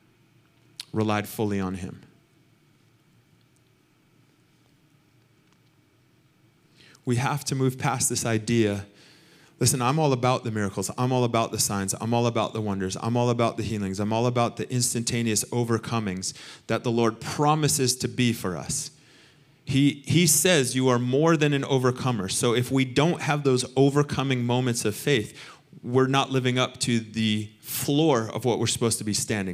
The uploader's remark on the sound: Recorded sunday evening service at Reunion Hawaii